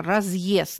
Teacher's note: После твердого знака мы четко и отчетливо слышим «и» – краткое, и «э» – произношение, произношение, а пишем «е».